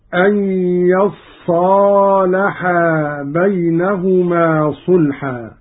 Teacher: والتوجيه على أن التفاعل من الصلح، وأصلها يتصالحا، فأبدلت التاء صادا وأدغمت في الصاد · بفتح الياء وتشديد الصاد بعدها ألف